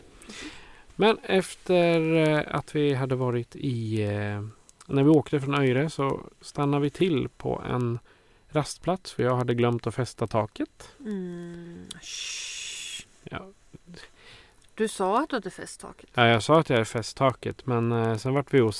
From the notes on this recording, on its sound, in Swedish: On The Road i en Husbil - NORWAY Edition. Det har kommit frågor om varför vi har musik om det inte är redigerat - I appen Podbean som vi använder för att spela in avsnitten on the road finns en light-version av en soundboard där fåtal slingor ligger inne. Därför hör ni lite musik i början och slutet av avsnittet.